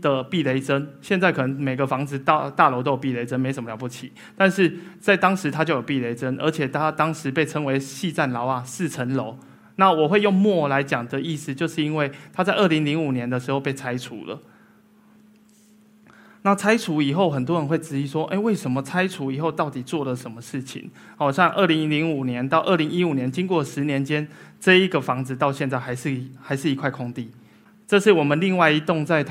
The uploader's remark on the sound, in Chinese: 一席现场